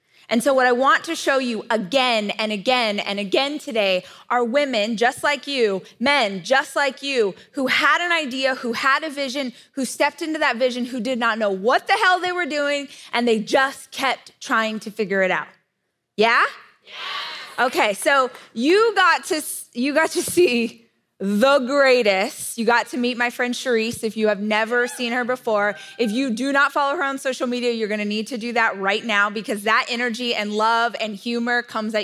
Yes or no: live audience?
yes